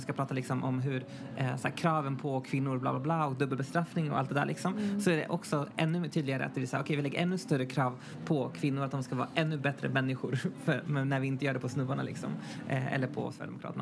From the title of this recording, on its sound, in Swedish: Live från Statement Festival